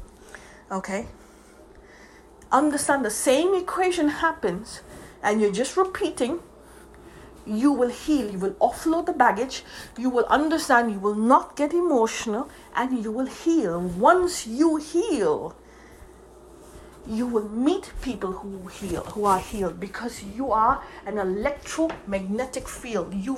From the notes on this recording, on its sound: sorry there is interference to the sound bite in the end.